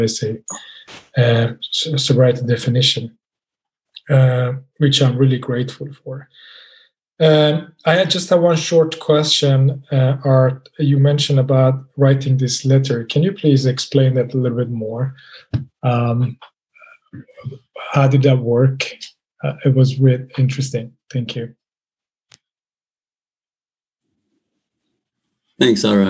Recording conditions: video call